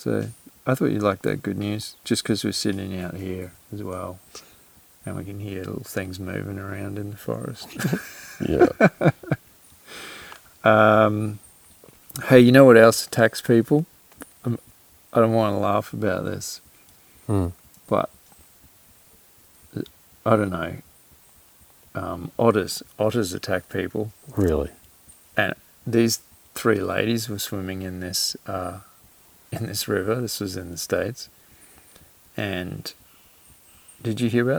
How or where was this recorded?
outdoors